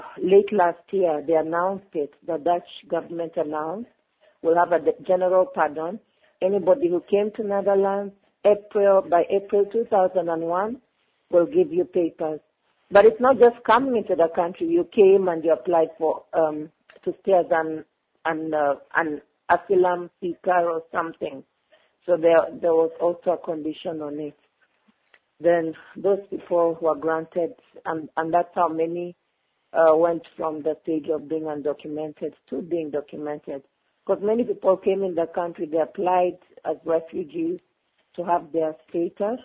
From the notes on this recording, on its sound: When I got on the phone with guest columnist. This podcast was recorded a long time ago, when I got on the phone with guest columnist and African Bulletin writer.